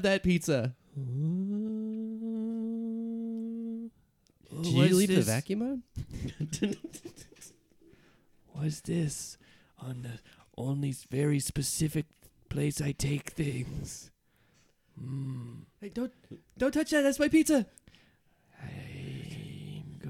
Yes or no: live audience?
no